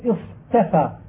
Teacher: وكذلك اصطفى أصله اصطفى من الصفوة على وزن افتعل، ثم فعل بالتاء مع الصاد مثل ما فعل بها مع الضاد لأن الصاد أيضا من حروف الإطباق والاستعلاء، فيجب أن يبين الطاء في هذا كله إذ هي بدل من تاء، ويظهر الإطباق لئلا يذهب اللفظ إلى نحو التاء التي هي الأصل